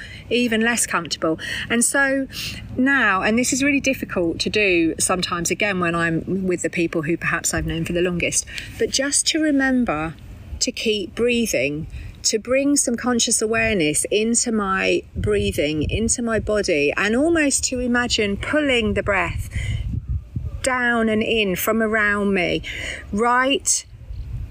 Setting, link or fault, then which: fault, wind noise